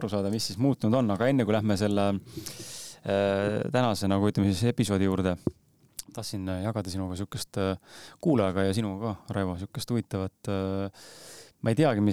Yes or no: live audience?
no